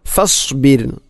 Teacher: റായിനെ കനപ്പിച്ചുകൊണ്ട് ഒരിക്കലും അങ്ങനെ പറയരുത്. ഫസ്ബിർ, റായിന് തർക്കീക്കാണ്, അഥവാ നേർപ്പിച്ചുകൊണ്ട് ഉച്ചരിക്കണം ഫസ്ബിർ. അതോടൊപ്പം സ്വാദിൻ്റെ ഉച്ചാരണവും, അതിനെ സീൻ ഫസ്ബിർ ഫസ്ബിർ അല്ലെങ്കിൽ ഫസ്ബിർ എന്ന് പറയരുത്.